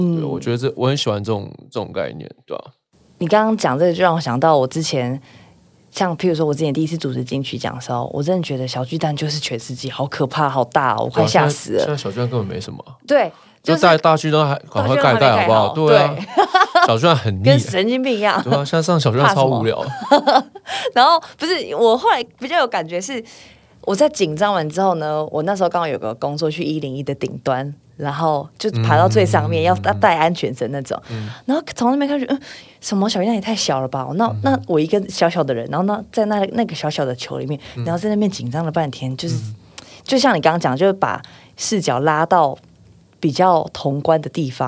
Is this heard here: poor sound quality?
no